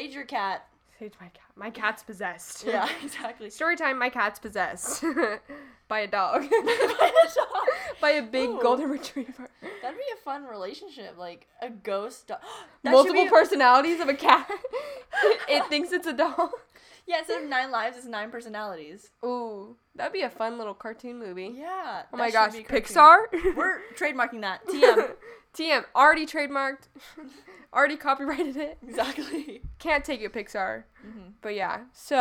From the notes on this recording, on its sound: We are working on getting a better microphone.